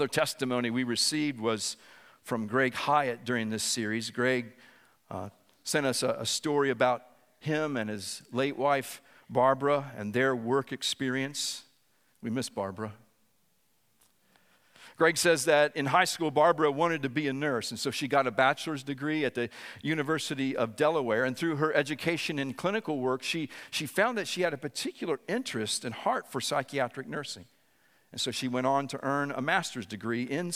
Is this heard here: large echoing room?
yes